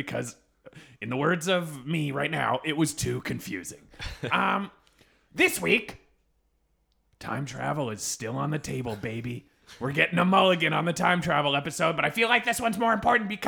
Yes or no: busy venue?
no